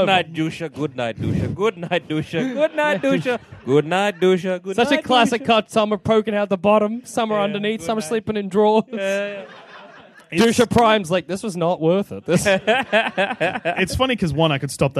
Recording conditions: busy venue